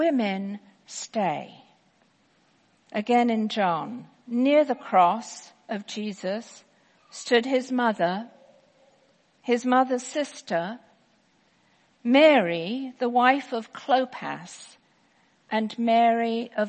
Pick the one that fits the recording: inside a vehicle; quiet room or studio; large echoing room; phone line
large echoing room